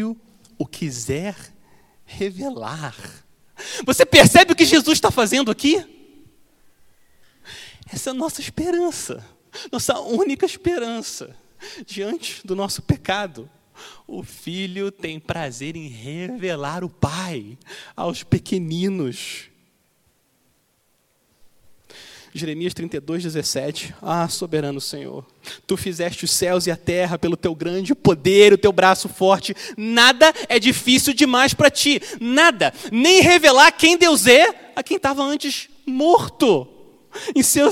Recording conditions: large echoing room